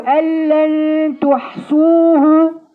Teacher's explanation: ألن خش علم على طول ما تنطقيش النون